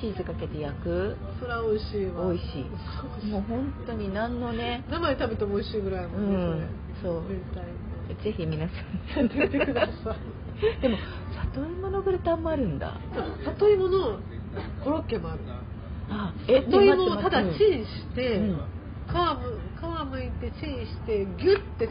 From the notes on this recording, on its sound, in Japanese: 12月の東京ぶらり飲み歩き編。リアル居酒屋トーク。リアル収録ならではの雰囲気をお楽しみ下さい。